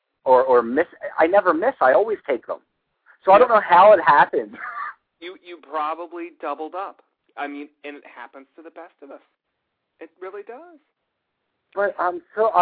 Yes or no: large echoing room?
no